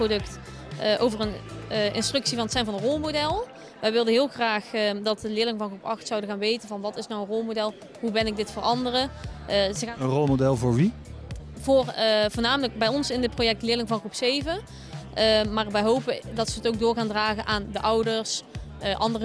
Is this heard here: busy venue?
yes